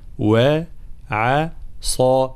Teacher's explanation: الانتباه طبعا دائما إلى ترقيق الواو كذلك والعين، فلا نقول وعصى وعى وعى بلا مبالغة، هناك من يرقق